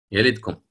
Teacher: حذف الهمزة بالكلية فصارت يلتكم